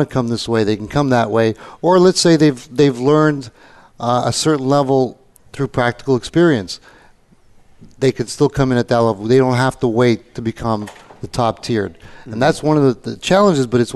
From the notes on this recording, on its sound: Live Broadcast at the The IPBC IGNITE Conference.